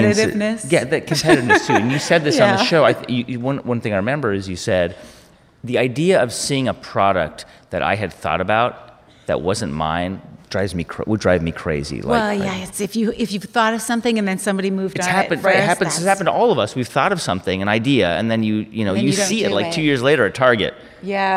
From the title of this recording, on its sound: Live From The HIBT Summit